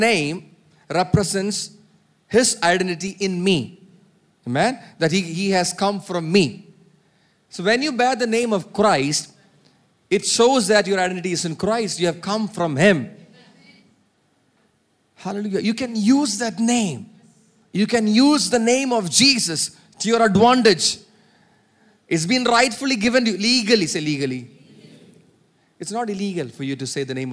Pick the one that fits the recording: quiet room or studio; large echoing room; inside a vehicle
large echoing room